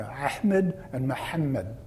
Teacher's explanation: It's not Ahmed, it's Ahmed. Well, this sound is pharyngeal because the locus of making the sound is at the top part of the throat, the pharynx. And so that's why the adjective pharyngeal.